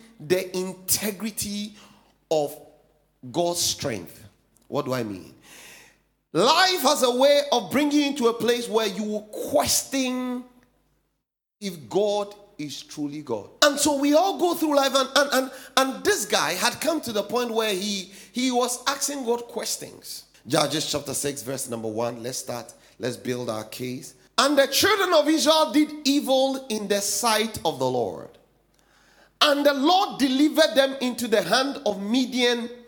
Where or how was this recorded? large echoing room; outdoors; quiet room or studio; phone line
large echoing room